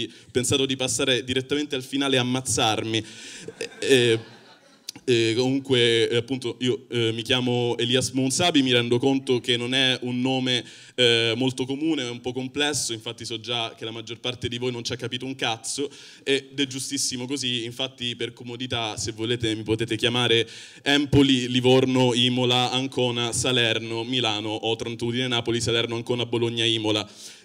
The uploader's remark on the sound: Open Mic Tour - Palermo - Comedy Central